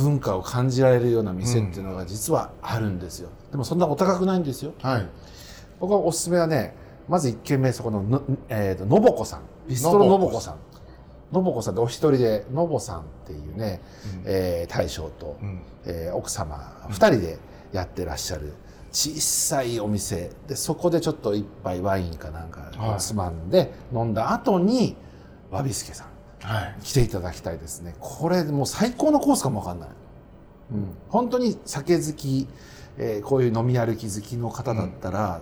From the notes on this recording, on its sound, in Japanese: 入谷は根岸柳通りの 【根ぎし侘助 】 さんにて収録です。